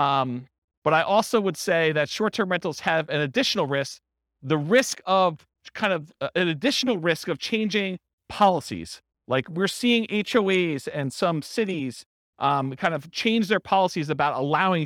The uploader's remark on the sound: This was a live class recorded